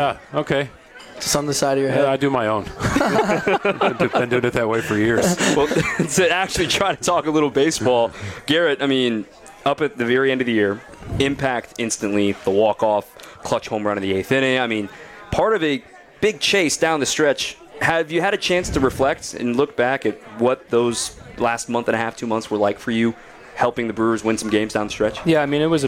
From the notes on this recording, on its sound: live from Dugout 54 in Milwaukee